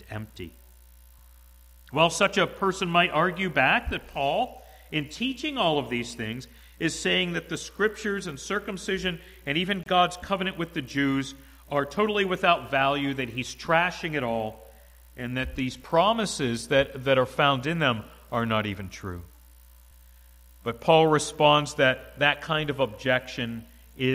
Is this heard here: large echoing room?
yes